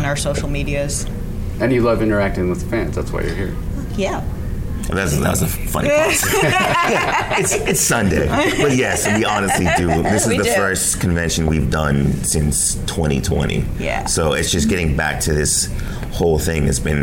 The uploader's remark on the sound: LIVE from SDCC '23